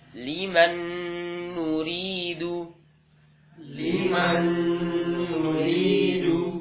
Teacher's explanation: Jadi ketika kan hukum asalnya kan nun sukun atau tanwin ya. Nah, jadi nun sukunnya dimasukkan ke hidung. · Term: gunnah